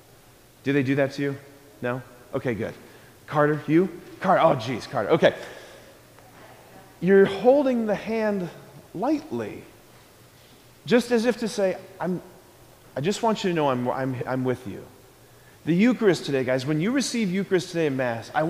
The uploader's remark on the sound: Preached this homily on December 14, 2023 at Sacred Heart of Jesus Catholic Church in Wadsworth, OH. School Mass.